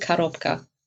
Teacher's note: Russisch ein unbetontes O wird wie ein A gesprochen, also Korobka.